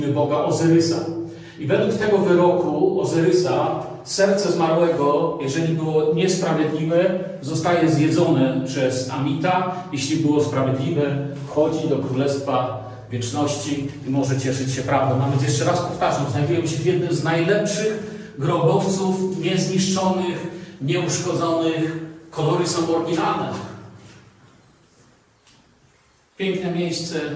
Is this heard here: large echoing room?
yes